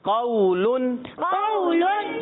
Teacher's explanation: تنوین کی ادائیگی کلیئر کرنی ہے نون ناک میں آواز جائے گی